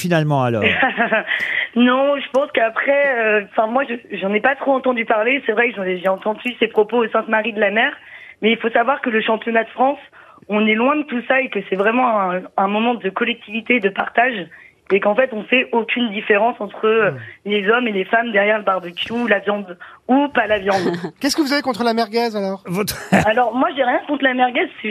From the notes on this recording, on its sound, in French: les Grosses Têtes reçoivent au téléphone